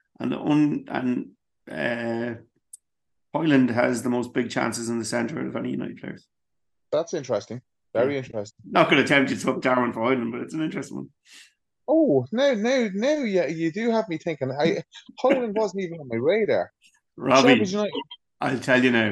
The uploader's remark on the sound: As the weather here in our little corner of the world is not woirth driving in, we have our first ever zoom recorded pod for you.